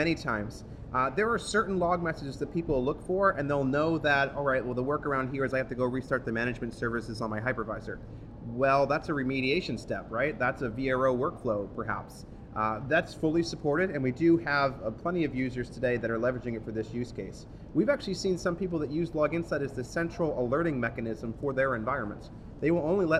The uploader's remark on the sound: Recorded on 12 October 2015 at VMworld Europe